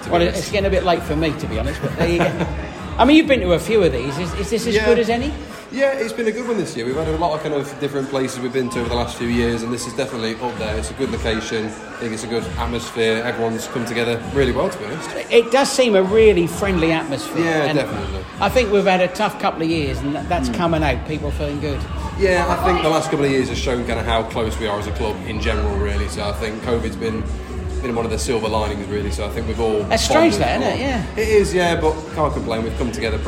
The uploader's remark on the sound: travels to the club annual dinner to interview club members from all teams